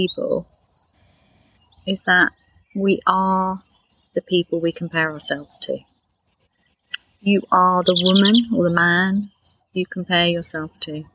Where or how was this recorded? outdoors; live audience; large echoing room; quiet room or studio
outdoors